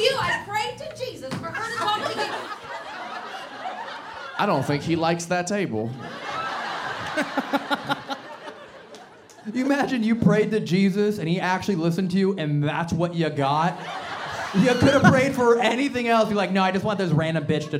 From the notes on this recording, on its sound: CROWD WORK SHOW. Live Show Start & Audience Pranks. This episode was filmed in front of a live audience.